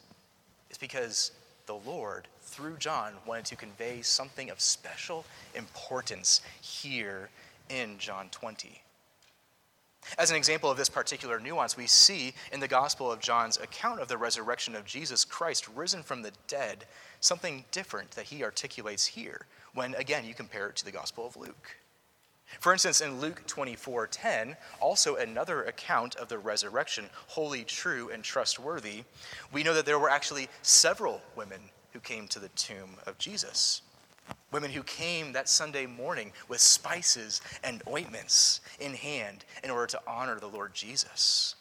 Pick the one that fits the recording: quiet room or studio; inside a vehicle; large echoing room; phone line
large echoing room